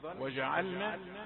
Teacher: يخطئ فيها البعض باعتبار أن اللام والنون مخرجان متقاربان · Term: بيان سكون اللام